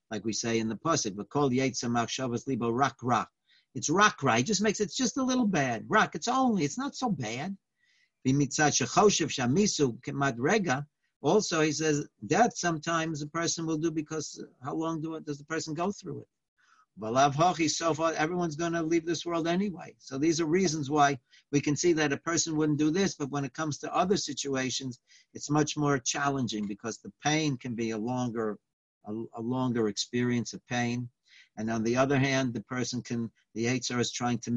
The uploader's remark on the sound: Live On Zoom: 6-10-2020.